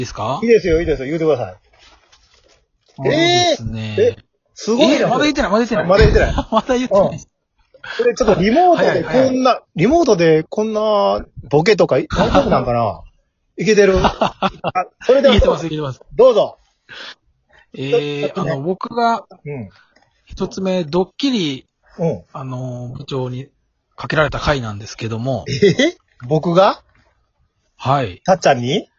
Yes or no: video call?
yes